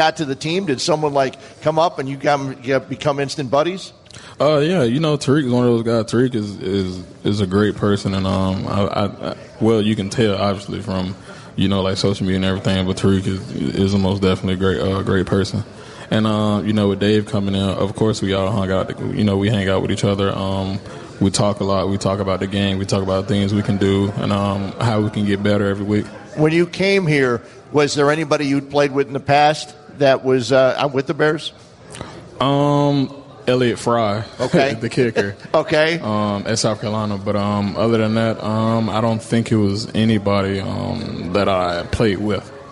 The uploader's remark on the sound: ESPN Chicago. Live from Bannerman's Sports Grill.